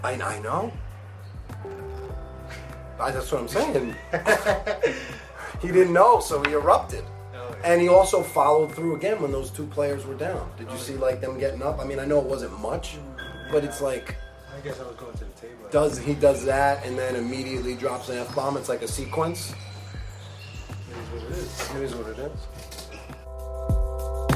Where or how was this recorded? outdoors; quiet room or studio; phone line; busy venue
busy venue